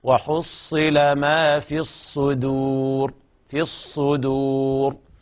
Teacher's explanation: وحصل ما في الصدور، لا نقل الصدور، نقلب الدال إلى ضاد، بعد تفخيم الصاد نرقق الدال، والوقف على الراء بالتفخيم.